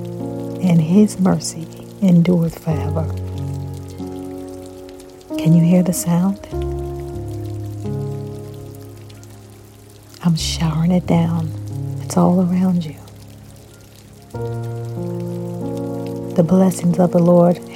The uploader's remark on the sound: Can you hear the sound of rain?